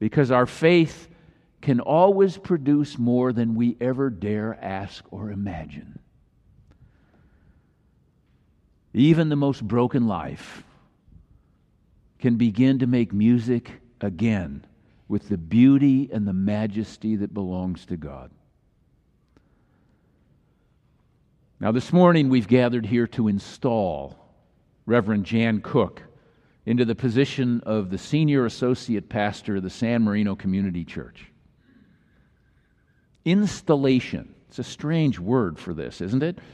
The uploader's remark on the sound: Message was delivered during the Traditonal Worship service.